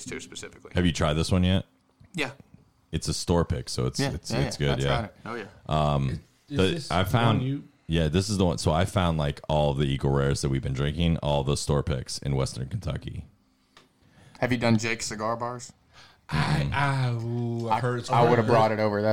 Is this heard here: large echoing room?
no